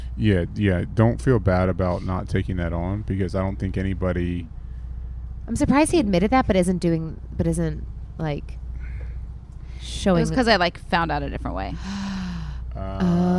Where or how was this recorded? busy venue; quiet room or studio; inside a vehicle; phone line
inside a vehicle